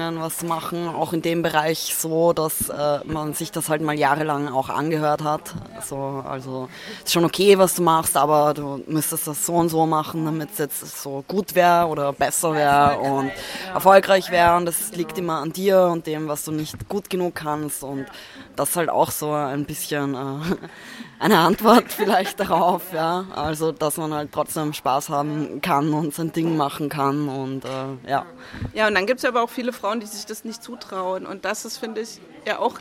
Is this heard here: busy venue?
yes